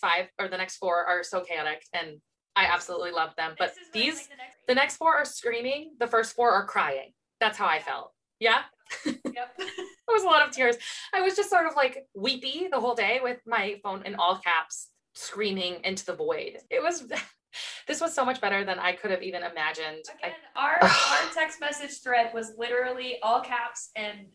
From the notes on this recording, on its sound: We want to apologize for the audio, we recorded this with a lot of emotion and sleep deprivation, we're still trying to figure everything out.